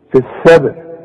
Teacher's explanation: الباء بنقلقلها انت ما خدتش حروف القلقلة لكن مؤقتا قلقل الباء